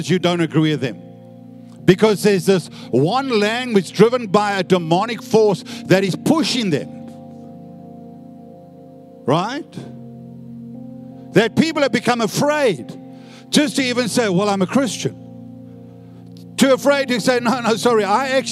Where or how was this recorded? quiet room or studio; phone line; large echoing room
large echoing room